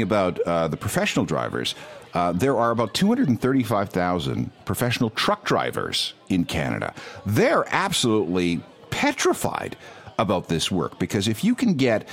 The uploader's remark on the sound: Live from the floor of the Las Vegas Convention Center at the 2018 Consumer Electronics Show in Las Vegas!